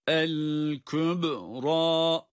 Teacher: Bu el kübra kelimesinde de kalkale var.